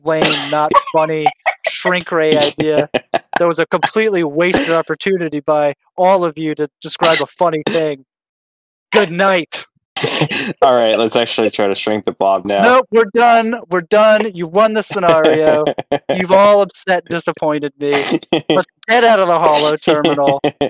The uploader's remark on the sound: This audio was recovered audio, so the quality may be iffy